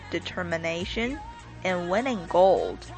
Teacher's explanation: 它作为一个连词在句中呢一定要轻读，而且这个 and 后边的这个 D 就不用发出声音来 · Term: 吞音